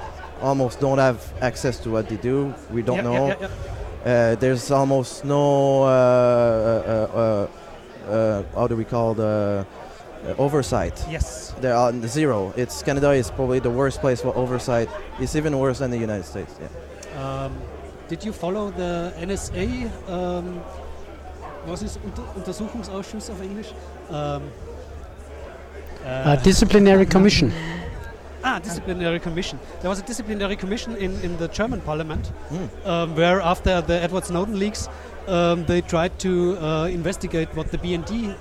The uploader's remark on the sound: live at the 34c3